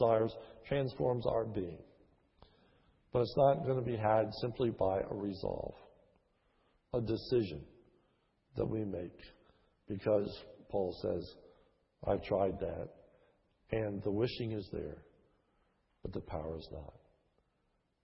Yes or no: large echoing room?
yes